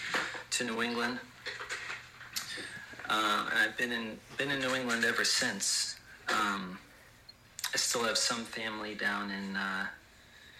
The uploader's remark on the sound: burnt the phone lines up to Boston